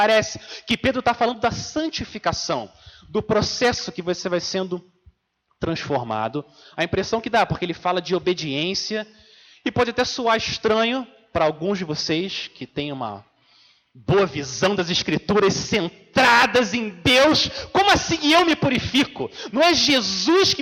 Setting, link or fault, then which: setting, large echoing room